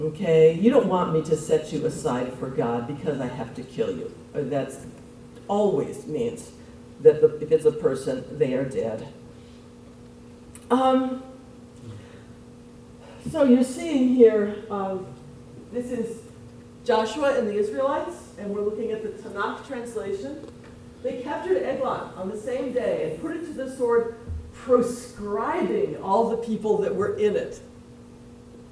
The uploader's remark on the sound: This podcast was recorded on May 1st, 7:30 PM at Temple Sholom in Springfield Ohio. Temple Sholom in Springfield Ohio for hosting the event.